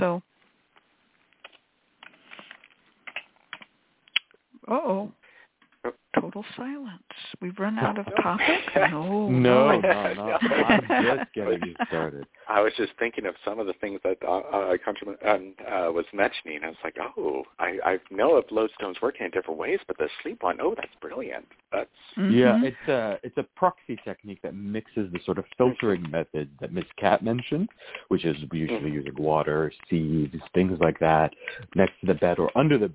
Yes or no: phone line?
yes